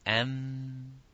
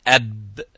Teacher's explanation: the ghunna is followed after the mim. The ba doesn't have a ghunna. You can't say أب with غنة، but you can say the ميم that is followed with slight غنة there.